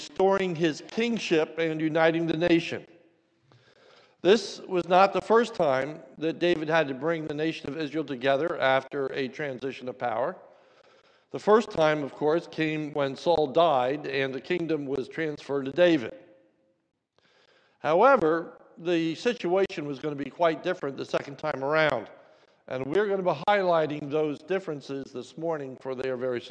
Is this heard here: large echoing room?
yes